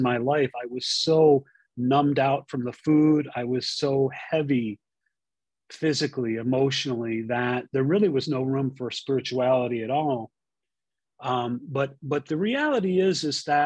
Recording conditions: video call